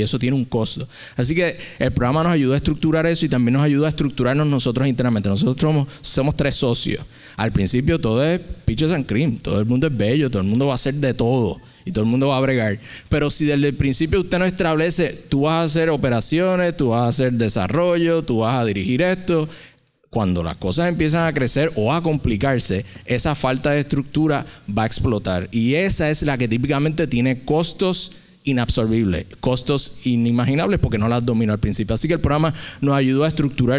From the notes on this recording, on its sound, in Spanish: ¡En vivo desde el Boricua Emprende Fest!